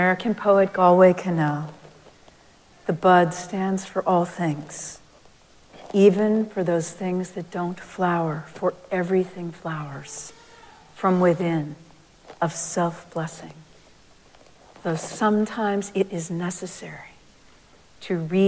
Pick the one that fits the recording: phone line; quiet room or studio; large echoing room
large echoing room